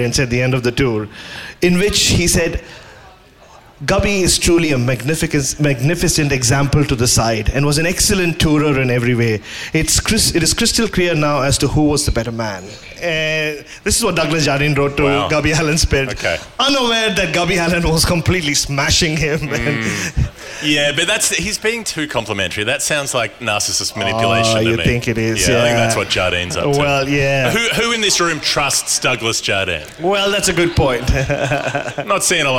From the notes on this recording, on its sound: Live in Adelaide. This show comes to you LIVE from the Arkaba Hotel in Adelaide, the evening after the West Indies Test, with a room full of people who were split about 50/50 in terms of being there for the show or being confused by the show.